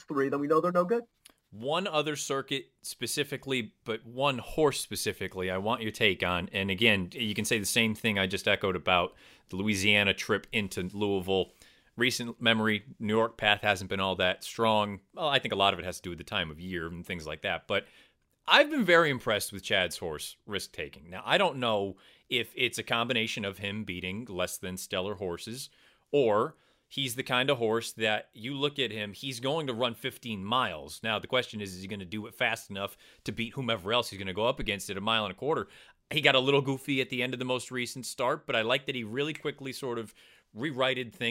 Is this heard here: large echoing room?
no